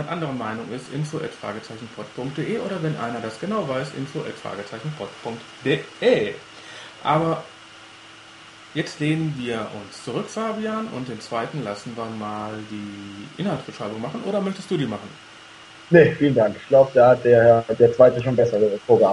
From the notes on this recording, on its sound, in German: eine dreier Gesprächsrunde per Skype (Leider mit einigen Lüftergeräuschen)